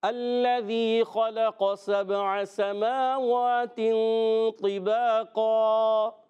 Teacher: یہ دو زبر کی تنوین کو ہم وقف میں الف سے بدلتے ہیں اور اس کا الف موٹا ہو جائے گا الف بھی موٹا ہو جائے یہ بھی آپ نے یاد رکھنا